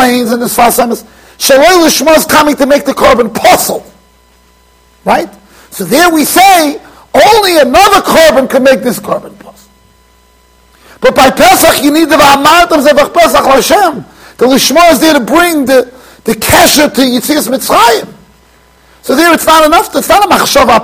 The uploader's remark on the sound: Shiur recorded in Yeshivas Ohr Reuven, Monsey NY.